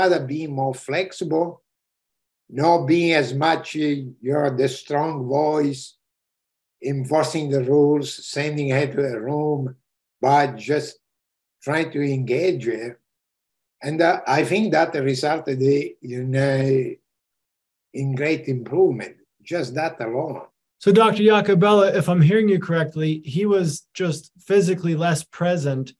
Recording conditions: video call